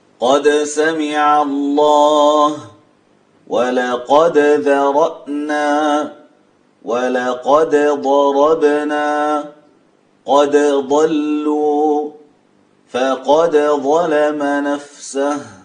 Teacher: يظهرون دال قد عند الحروف الثمانية